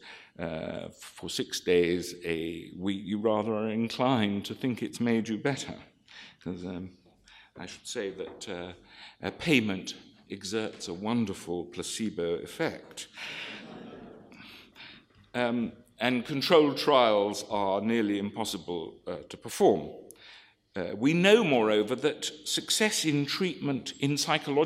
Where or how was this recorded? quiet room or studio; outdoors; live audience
live audience